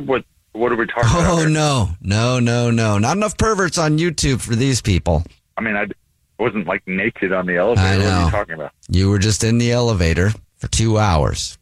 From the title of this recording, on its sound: on the phone in this Phone Prank!